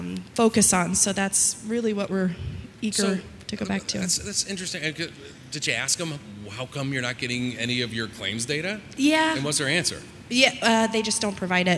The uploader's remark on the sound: The audio from this episode is taken from this year's Cypress University event held in Las Vegas.